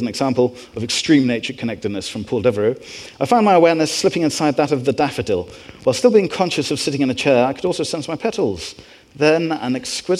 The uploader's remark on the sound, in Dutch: Live bonusopname. We spraken hem op Brainwash Festival 2023 in Amsterdam.